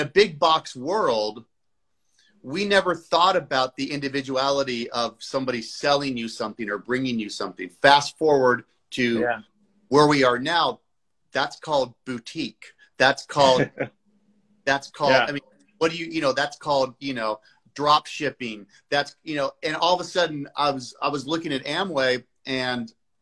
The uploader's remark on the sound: He invited me to hop on his Instagram live on the spot